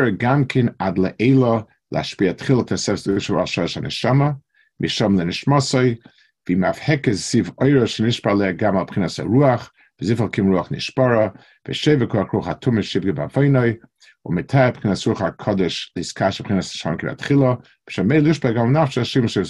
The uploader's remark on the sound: Delivered over Zoom to the YU Community Kollel in Los Angeles, CA.